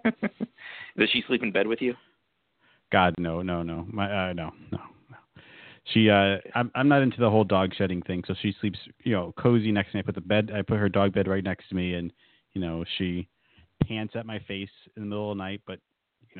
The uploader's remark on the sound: go live to take calls